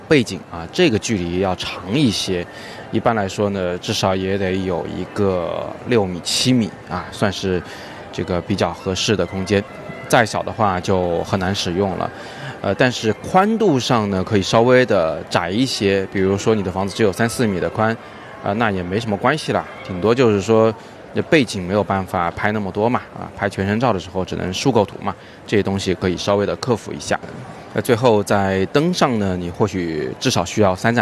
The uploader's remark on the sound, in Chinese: 我是在街头陪大家早自习，所以稍微有点噪音，请大家见谅。